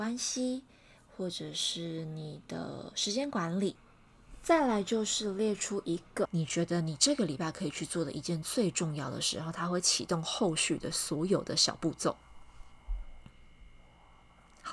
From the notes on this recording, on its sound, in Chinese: 這次錄音環境比較吵雜、還有外面的放鞭炮的聲音